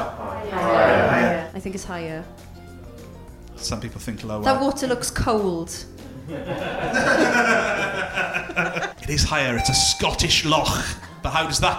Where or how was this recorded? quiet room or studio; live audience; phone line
live audience